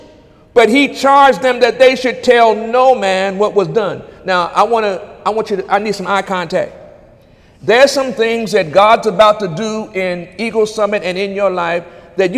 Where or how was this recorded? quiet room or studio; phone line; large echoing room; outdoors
large echoing room